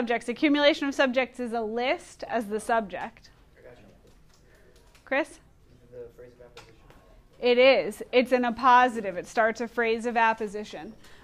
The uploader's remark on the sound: Recorded in class on 10/30/2019